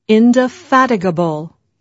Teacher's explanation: Just remember that the stress is on the third syllable, indefatigable.